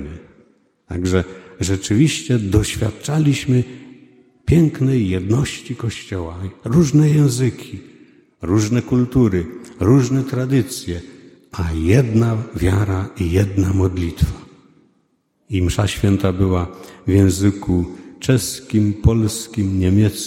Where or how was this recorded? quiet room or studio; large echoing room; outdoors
large echoing room